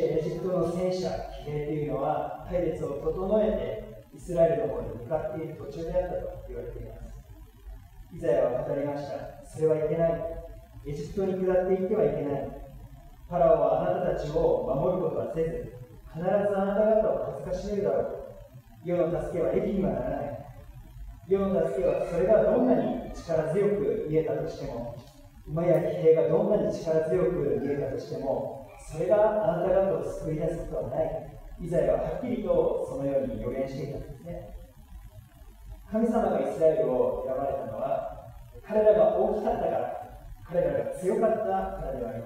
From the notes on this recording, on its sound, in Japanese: 機材トラブルにより音声が聞きづらくなっております。